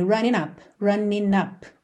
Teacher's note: Mas você também tem a opção de juntar no N. Running up, que fica mais prático.